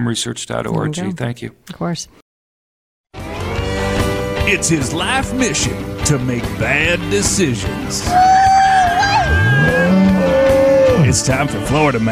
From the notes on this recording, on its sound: Live from SHOT Show in Las Vegas.